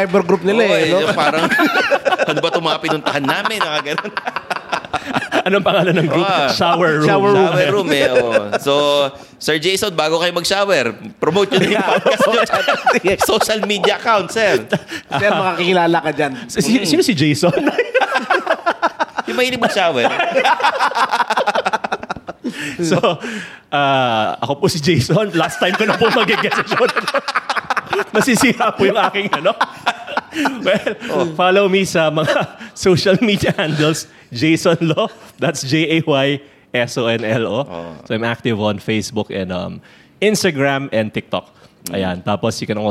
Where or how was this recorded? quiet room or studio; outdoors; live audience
live audience